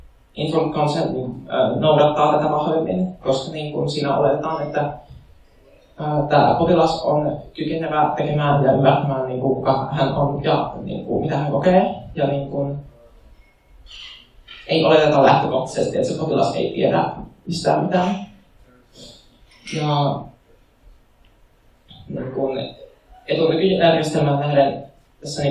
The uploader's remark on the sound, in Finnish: Luento järjestettiin Ulkoparlamentaarinen toiminta 2020-tapahtumassa Oodissa lokakuussa 2020. Ulkoparlamentaarinen toiminta -tapahtuman luentojen tallenteet.